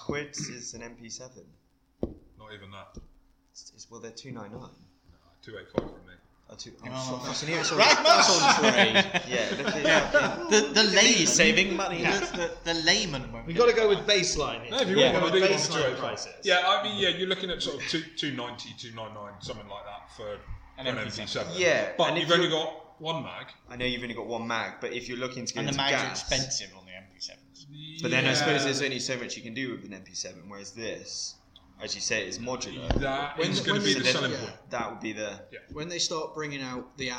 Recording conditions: poor sound quality